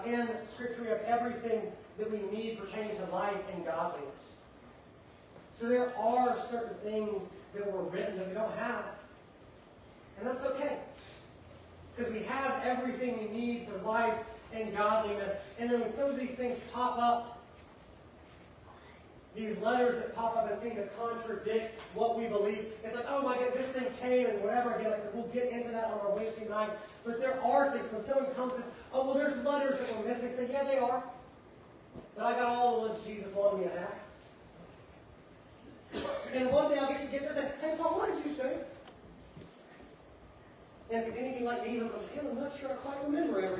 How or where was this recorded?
large echoing room